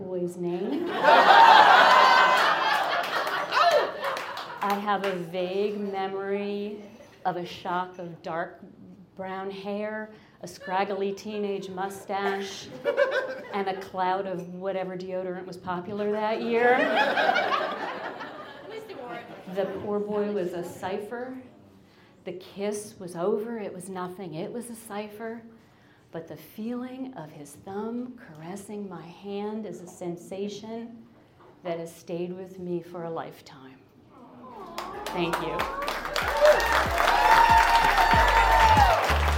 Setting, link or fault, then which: setting, live audience